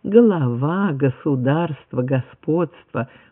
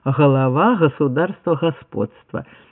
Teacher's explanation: распространенное произнесение щелевого звонкого, ну, например, в 80-е и 90-е годы прошлого столетия, безусловно, объяснялось южным влиянием · Shown in: second take · когда некоторые наши лидеры, за ними и другие, начинали говорить «голова, государство, господство».